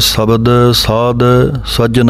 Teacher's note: ਸਾਧ ਜਿਹੜਾ ਪਾਠ ਹੈ ਭਾਰਾ ਬੋਲਣਾ ਹੈ, ਧੱਦੇ ਦੀ ਆਵਾਜ਼ ਆਉਣੀ ਚਾਹੀਦੀ ਹੈ, ਦੱਦਾ ਨਹੀਂ ਬੋਲਣਾ।